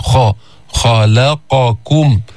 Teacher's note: الخاء من أدنى الحلق حرف مستعلي حرف مهموس